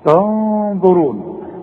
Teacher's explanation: الغنة هنا تفخم علشان الظه مفخمة